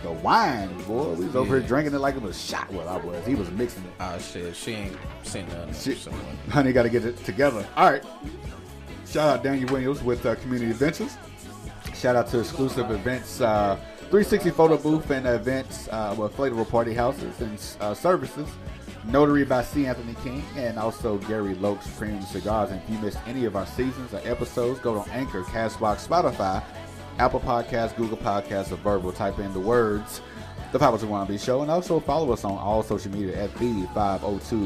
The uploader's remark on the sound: The 502 R&B Show LIVE from Melt_502 in Louisville, KY !